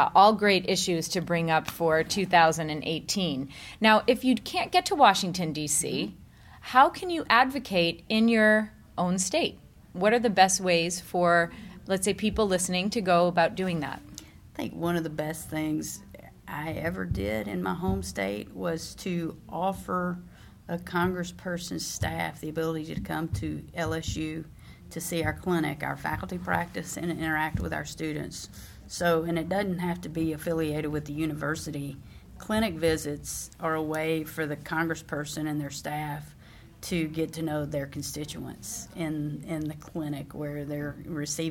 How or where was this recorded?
busy venue